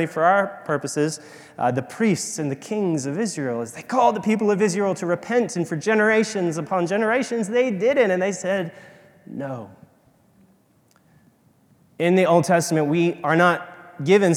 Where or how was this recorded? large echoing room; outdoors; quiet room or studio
large echoing room